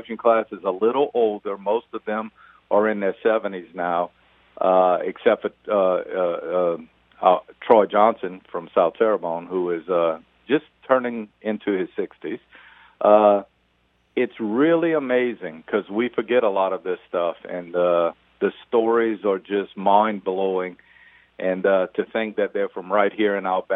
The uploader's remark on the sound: go to the phone lines for a number of guests